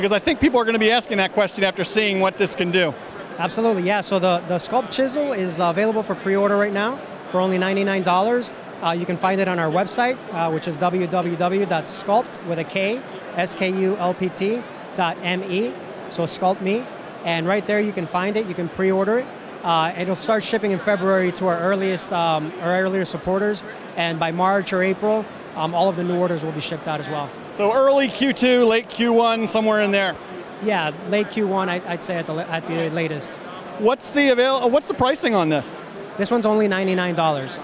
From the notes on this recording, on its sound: at CES Unveiled at the CES 2016 conference in Las Vegas